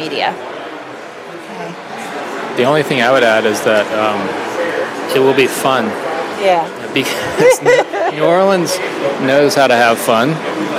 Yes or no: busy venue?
yes